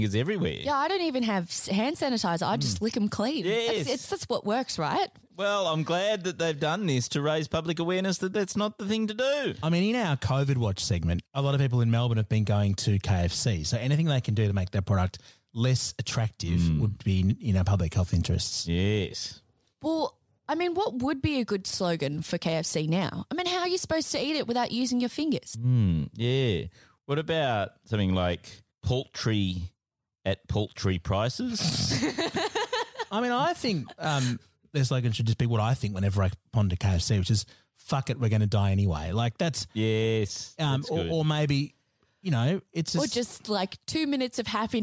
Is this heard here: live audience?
no